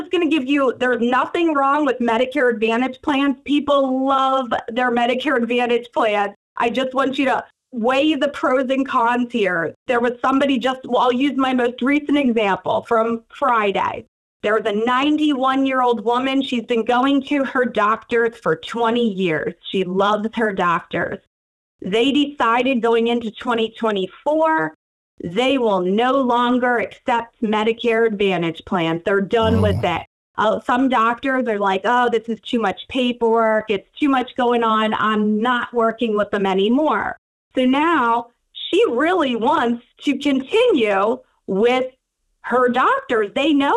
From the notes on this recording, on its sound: was kind enough to jump on the phone to visit with us